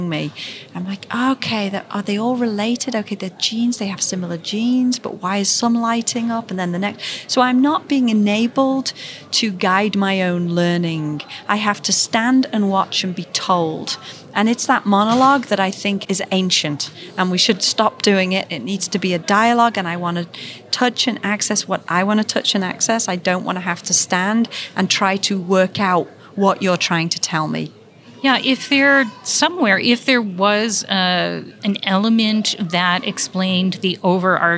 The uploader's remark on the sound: Coming to you live from the American Museum of Natural History. As they explore the new Gilder Center. Their on-site visit.